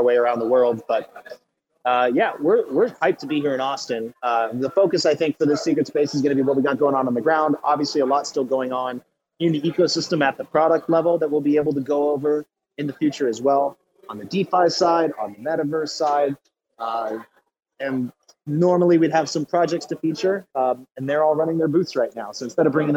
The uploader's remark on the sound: Special Edition Live from DCentral Austin